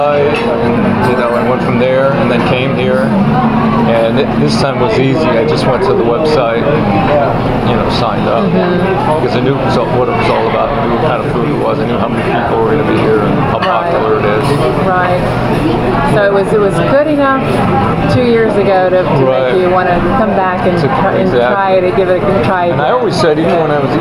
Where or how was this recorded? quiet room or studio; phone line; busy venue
busy venue